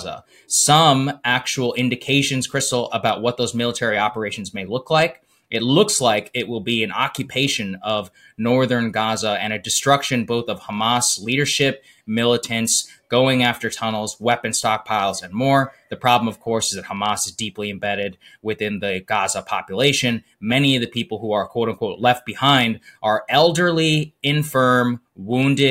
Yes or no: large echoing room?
no